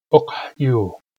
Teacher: That's a three-consonant cluster, Q, back H, hard Y. Do your best to pronounce all three.